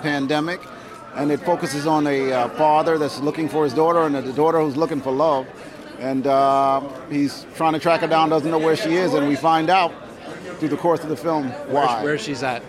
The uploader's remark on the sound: We take you to the red carpet of the Harlem International Film Festival 2023. On this episode we take you to the red carpet of the Harlem International Film Festival 2023.